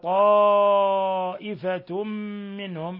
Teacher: إضغام بغنة لوجود تنوين الضم بعده الميم